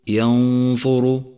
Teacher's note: اقرأ حرف الراء في كلمة ينظر ينظر، اقرأه مفخما لأنه مضموم